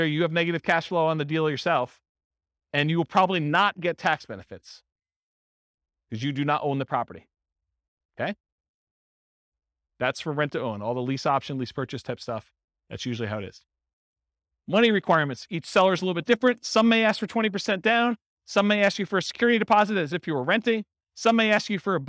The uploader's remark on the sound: This was a live class recorded